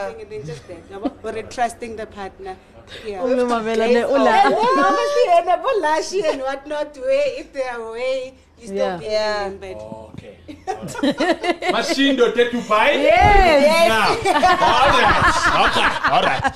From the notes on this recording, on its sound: This episode was recorded LIVE at The G-Spot Lovestyle adult store in Soweto.